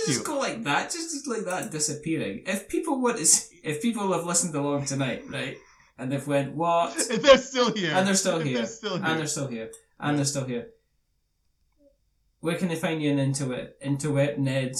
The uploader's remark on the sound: For some reason it sounds like I recorded this on the other side of the room. It's not a podcast unless you have one episode with technical issues..